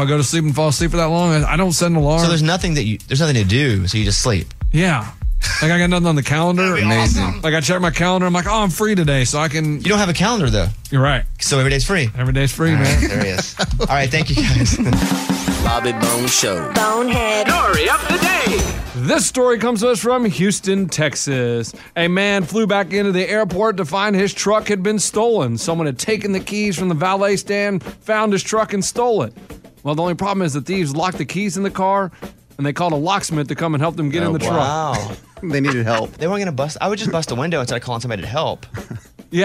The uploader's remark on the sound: He called into the show